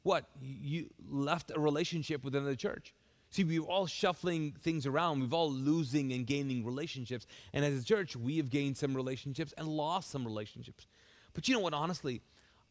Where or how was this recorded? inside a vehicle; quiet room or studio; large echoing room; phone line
large echoing room